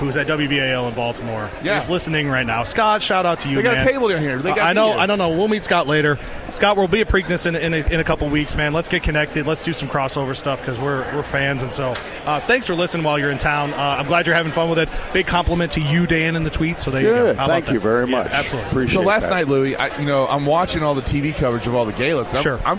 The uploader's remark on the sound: Live from Churchill Downs.